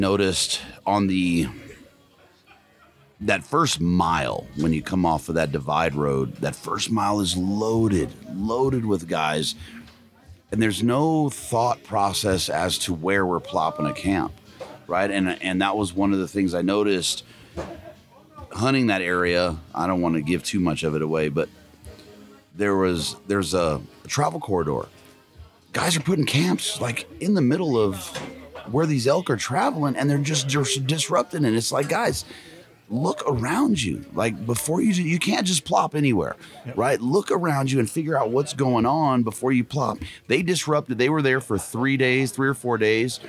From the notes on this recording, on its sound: Live from Mountain Archery Fest